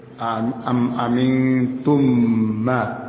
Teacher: ini dibaca dengan dengung, dengan merapatkan dua bibir. Am amin tumma mim, dua bibir bertemu. · Term: idgham syafawi